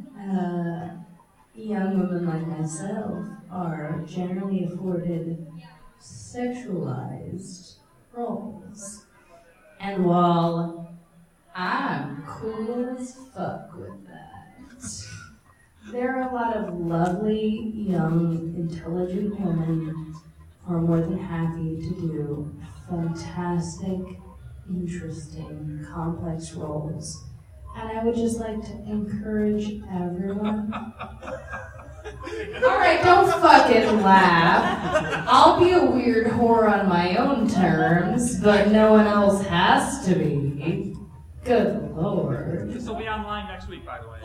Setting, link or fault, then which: setting, live audience